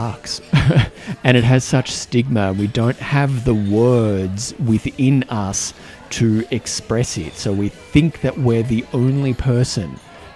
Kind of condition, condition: setting, busy venue